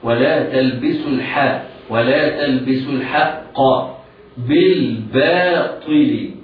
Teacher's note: القاف مفخمة قبلها الحاء، يجب على القارئ أن يعتني بتدقيق الحاء